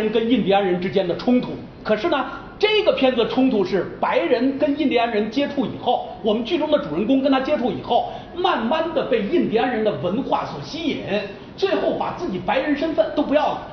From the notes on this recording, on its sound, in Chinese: 应咪咕阅读邀请在福建文学沙龙讲影视的现场录音。